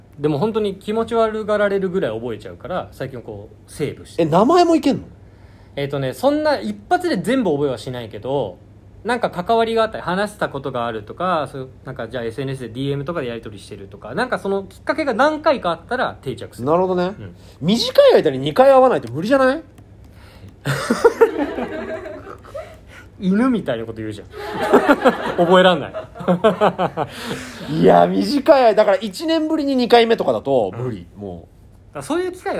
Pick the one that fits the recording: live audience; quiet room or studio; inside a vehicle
live audience